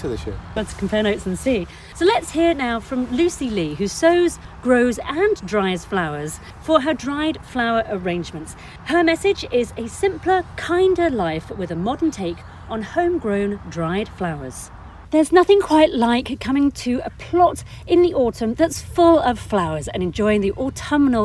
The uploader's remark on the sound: Recorded at the Adhust Estate Allotment in Hampshire.